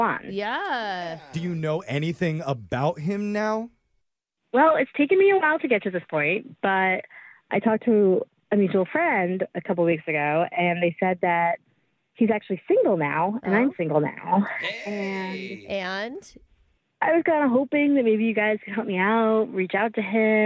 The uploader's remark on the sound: The woman on the phone today